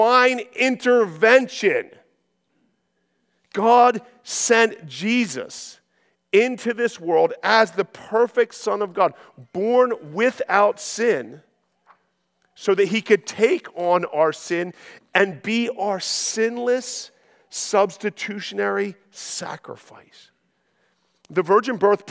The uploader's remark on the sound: This sermon was preached at Covenant Fellowship Church on November 26, 2023.